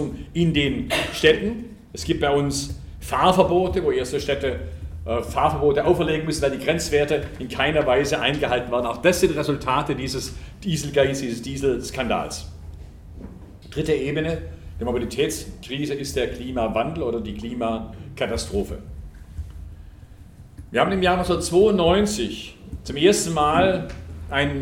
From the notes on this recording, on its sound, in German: Ihr hört den Mitschnitt einer Veranstaltung